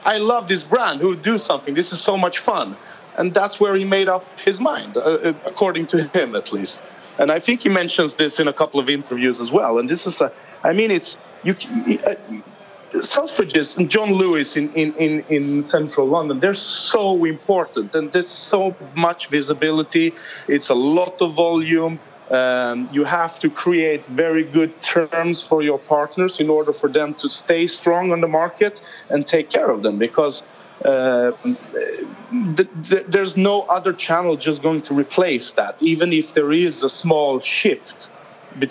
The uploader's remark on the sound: Recorded at World Retail Congress 2019.